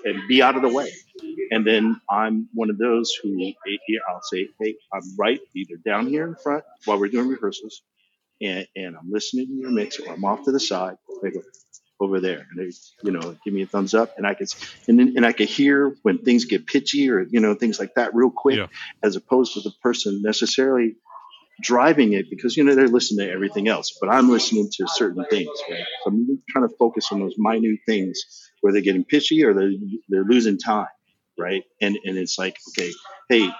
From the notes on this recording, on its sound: The audio on this episode is a little rougher than our typical quality, due to multiple scheduling conflicts we took the opportunity that we had, to get this episode recorded.